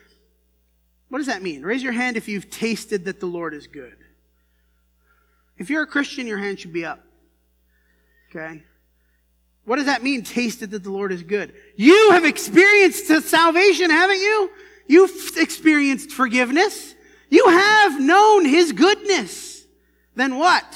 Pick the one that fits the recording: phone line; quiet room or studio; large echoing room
large echoing room